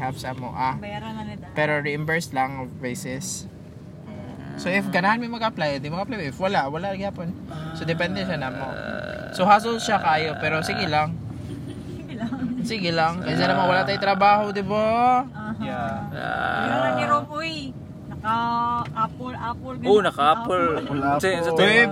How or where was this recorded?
inside a vehicle